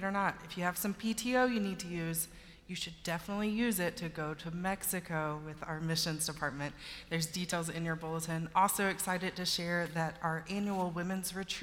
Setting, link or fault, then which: setting, large echoing room